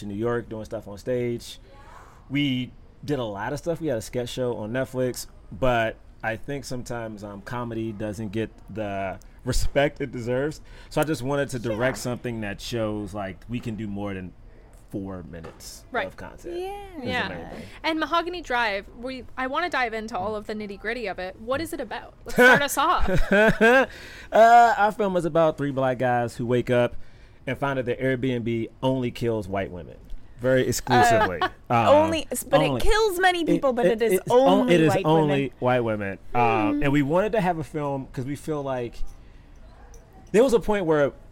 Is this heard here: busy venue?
yes